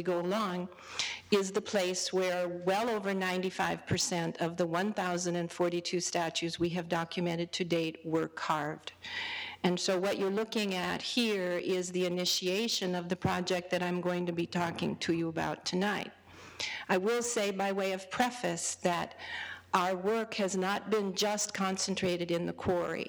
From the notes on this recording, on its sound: A part of the 2010 "Great Discoveries Lecture Series" held at the Penn Museum.